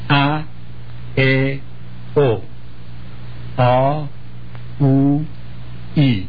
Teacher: You notice these are all clear, short, complete one vowel sounds. Not I, not A, but A, E, O.